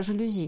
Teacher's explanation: слова, которые пришли к нам из французского языка, довольно устойчиво сохраняют вот это вот наконечное ударение. Ну, наконечное – это не окончание, это, конечно, основа, ну, последний слог ударения.